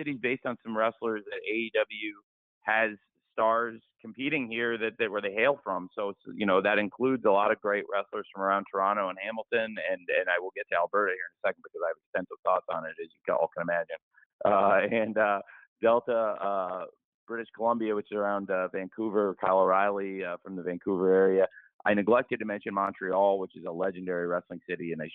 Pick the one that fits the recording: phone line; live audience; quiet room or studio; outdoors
phone line